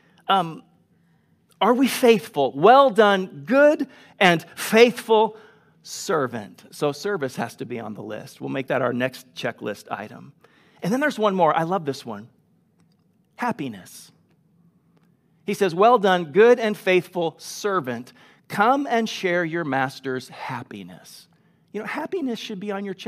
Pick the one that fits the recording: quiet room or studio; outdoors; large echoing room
large echoing room